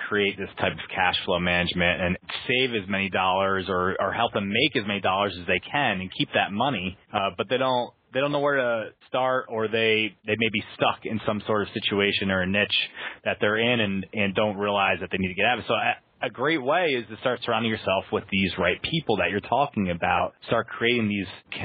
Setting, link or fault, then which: link, phone line